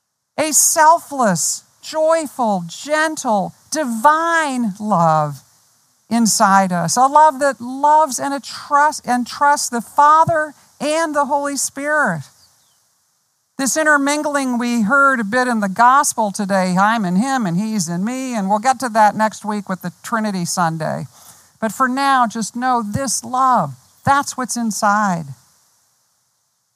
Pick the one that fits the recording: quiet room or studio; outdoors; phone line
outdoors